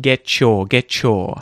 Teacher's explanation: Things like get your sounds more like a get chore, right? The T and the Y takes a ch kind of sound instead of t-yer sound · Term: assimilation